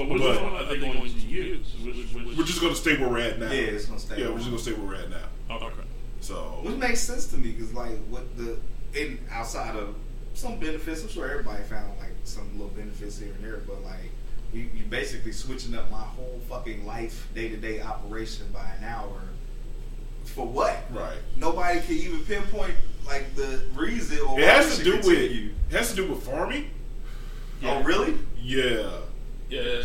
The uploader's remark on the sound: we are still having some audio issues